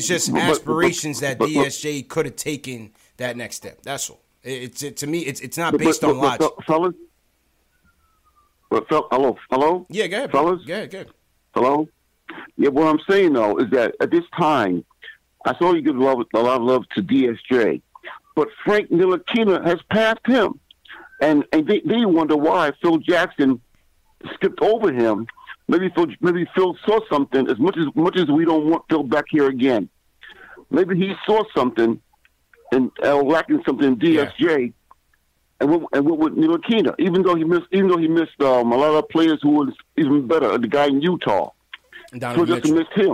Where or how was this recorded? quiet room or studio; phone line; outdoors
phone line